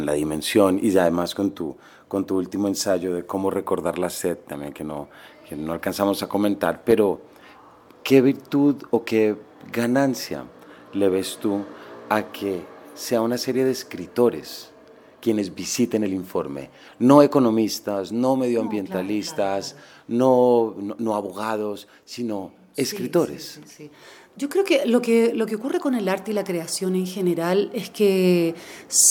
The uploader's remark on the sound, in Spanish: Traemos un capítulo grabado durante el Hay Festival Jericó 2024, al cual fuimos invitados por Comfama. Aprovechamos para realizar tres entrevistas màs cortas de nuestro formato habitual.